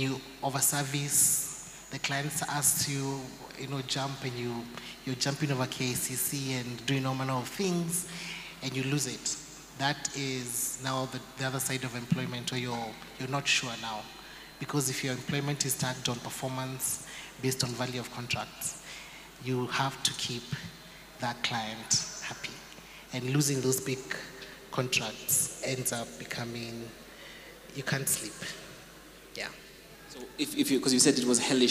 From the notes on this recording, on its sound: An exclusive live recording from the 1M Milestone FXPesa event. At SK8 City Nairobi.